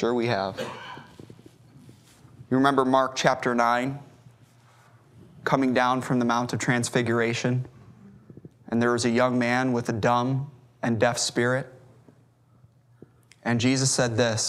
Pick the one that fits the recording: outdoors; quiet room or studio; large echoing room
large echoing room